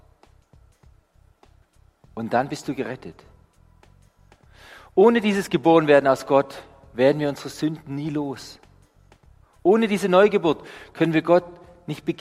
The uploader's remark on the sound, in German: Die Predigt aus dem Gottesdienst.